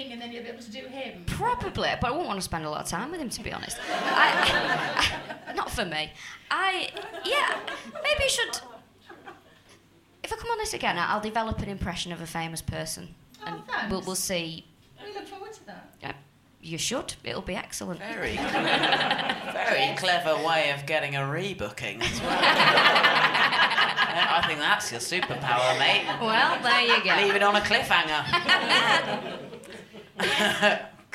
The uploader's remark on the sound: Recorded at the The Stand Comedy Club, Edinburgh on August 14, 2017.